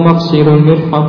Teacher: هو بفتح الميم وكسر الصاد